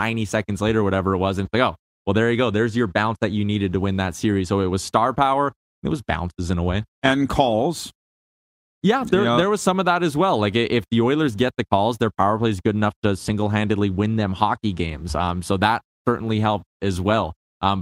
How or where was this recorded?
busy venue